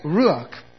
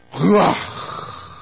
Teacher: In the first and the last letters, the R and the CH are actually gutturals. And the word rumbles from the larynx and ends with a breathy sound as the last bit of the word is enunciated with air from the throat. · Shown in: second take